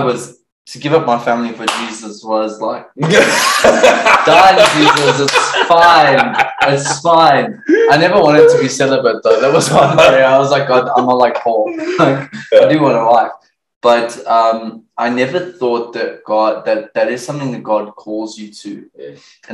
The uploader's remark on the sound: We apologise for the sound quality and are working hard to improve.